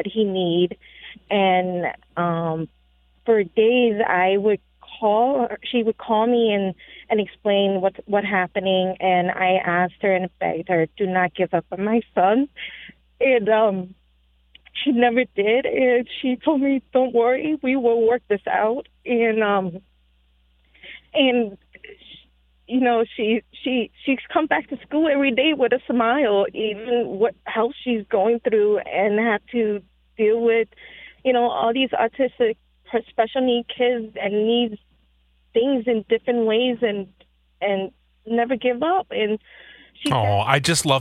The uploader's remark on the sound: Three listeners call